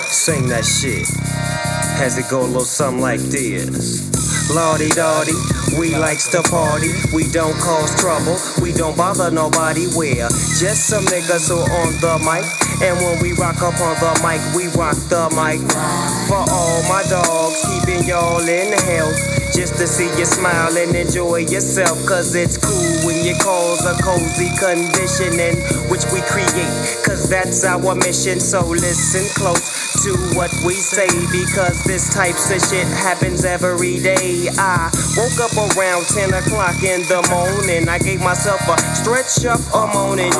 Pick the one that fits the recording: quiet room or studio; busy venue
busy venue